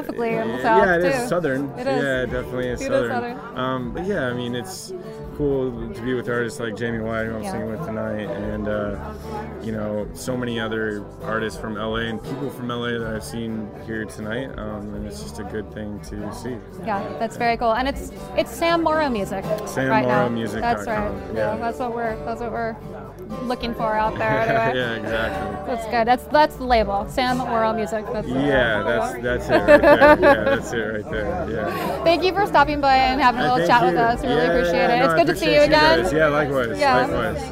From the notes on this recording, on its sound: Americanafest 2018. Live from the Basement East in Nashville, TN.